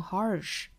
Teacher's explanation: 我们看到字母 r 了，美音要卷舌成 harsh